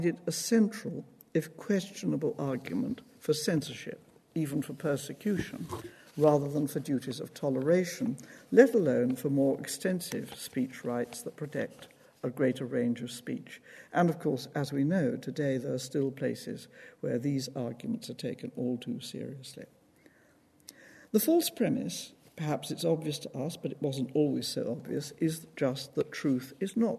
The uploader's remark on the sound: This lecture is part of the University's Gifford Lecture series. At the University of Edinburgh's Playfair Library Hall.